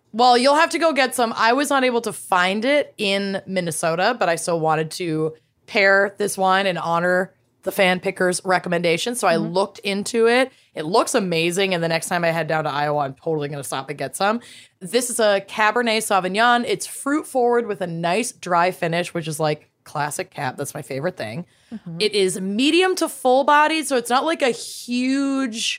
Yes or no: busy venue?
no